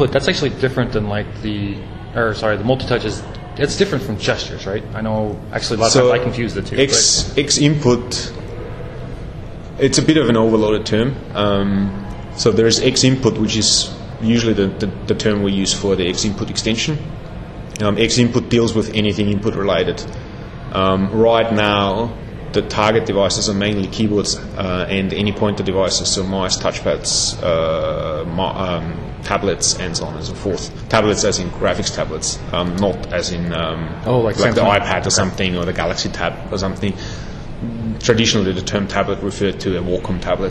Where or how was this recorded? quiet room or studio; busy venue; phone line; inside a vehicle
busy venue